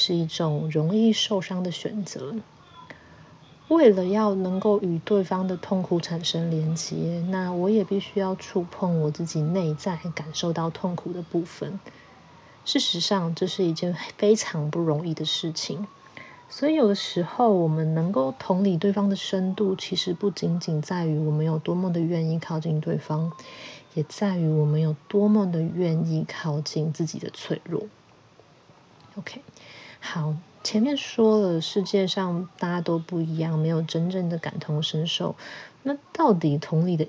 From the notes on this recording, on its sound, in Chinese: 很多受迫性的背景雜音，我盡力了，請大家見諒。